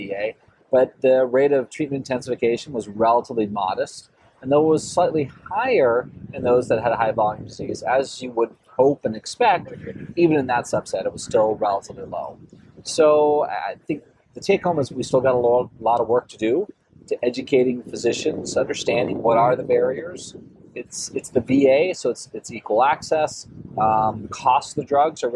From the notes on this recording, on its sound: Listen to this live podcast from the 2023 American Society of Clinical Oncology (ASCO) Annual Meeting.